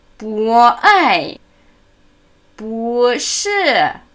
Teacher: Es ist der vierte fallende Ton, aber vor Wörtern mit dem gleichen vierten fallenden Ton, bu, erklingt der zweite steigende Ton.